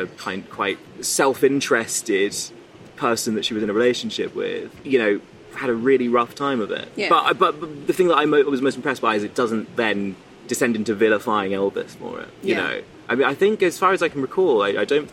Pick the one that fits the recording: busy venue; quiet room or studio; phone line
busy venue